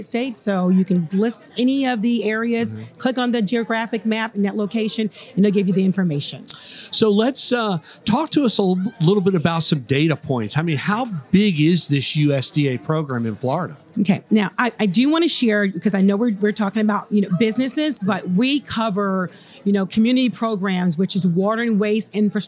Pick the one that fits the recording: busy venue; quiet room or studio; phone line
busy venue